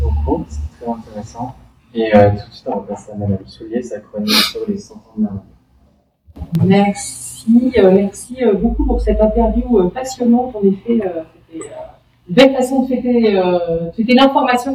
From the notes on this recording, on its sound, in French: Suite à un problème technique, l'enregistrement du direct a été effectué sur le micro de secours de l'ordinateur que nous utilisions… Bien que "nettoyé" pour rendre les propos des intervenants à peu près compréhensibles, le son reste néanmoins très perfectible